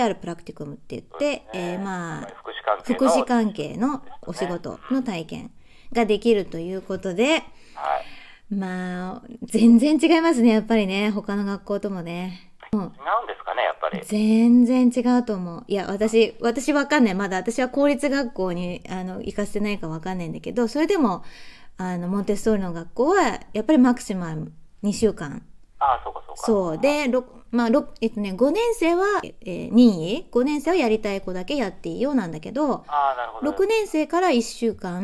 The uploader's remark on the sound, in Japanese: 電話インタビューをしました